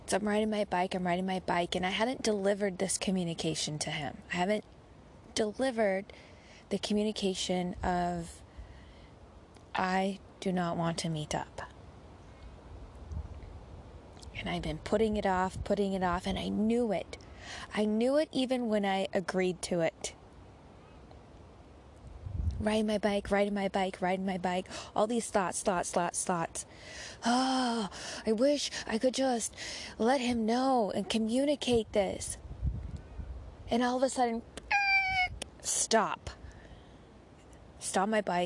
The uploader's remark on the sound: The sound of Magpies & the Bangalley Headlands